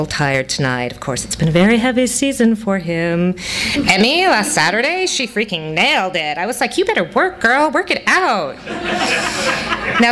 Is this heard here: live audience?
yes